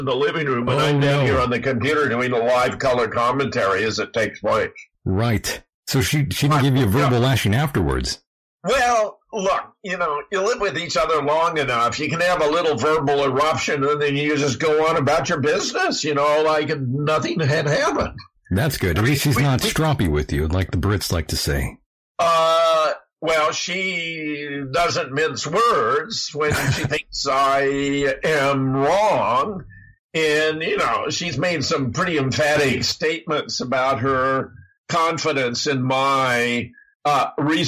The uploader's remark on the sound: nevermind the audio clipping